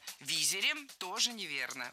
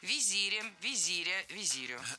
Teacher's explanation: Ударение ставим на второй слог и сохраняем его при склонении. · Shown in: second take